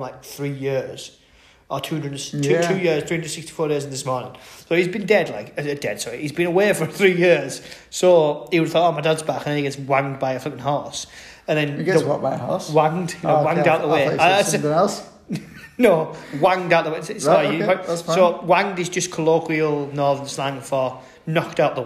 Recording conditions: echo